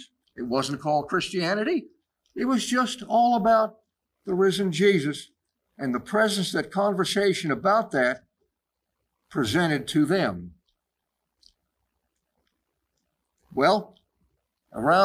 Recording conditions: large echoing room